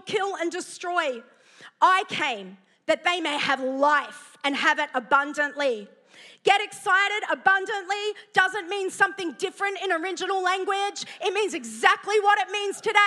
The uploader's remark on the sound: preached at Neuma Church Melbourne City Location